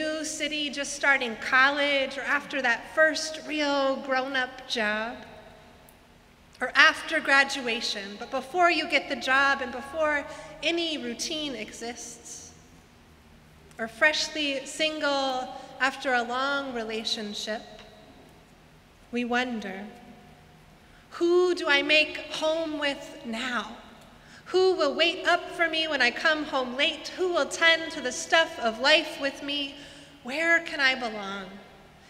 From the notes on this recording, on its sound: Sermons from Old South Church in Boston